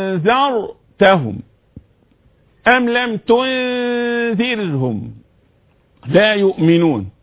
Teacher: الهمزتين محققتين فيهم قوة